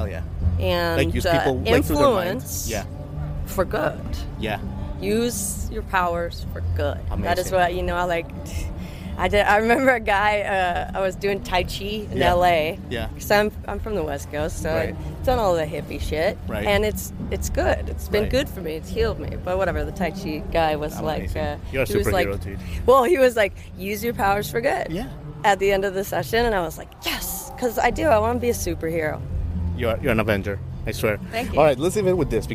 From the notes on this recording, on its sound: Backstage at Newport Folk Festival. Recorded 7/29/23 in Newport, Rhode Island.